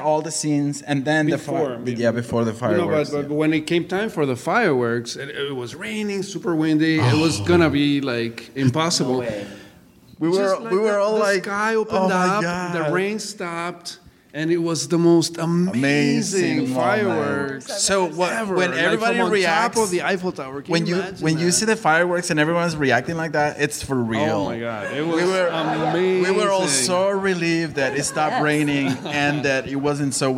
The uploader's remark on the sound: Live Panel In San Francisco. Live audience panel discussion. This episode is filled with laughter.